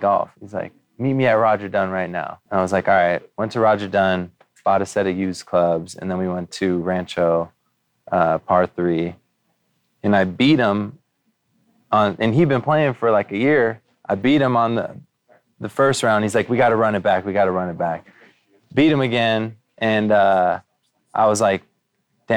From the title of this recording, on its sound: Live From The Preserve